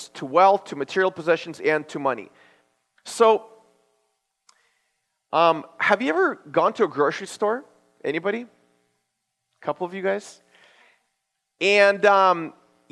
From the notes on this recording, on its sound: This is a sermon I preached at my church based on Luke 6:38.